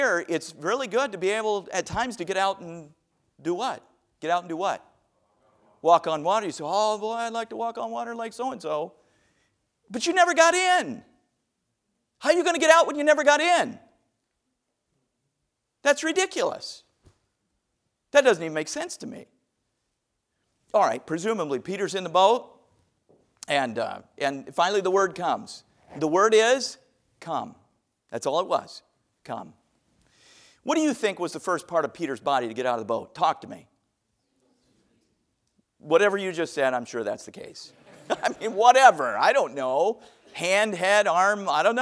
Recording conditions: large echoing room